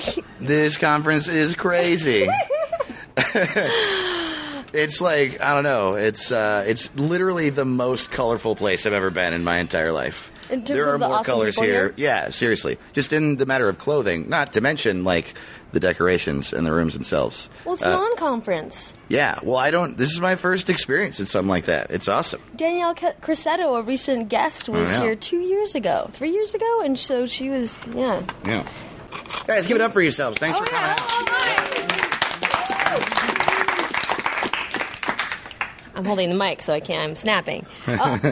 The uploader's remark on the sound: A VASSAR COLLEGE EXCLUSIVE! Recording live from their annual NonCon.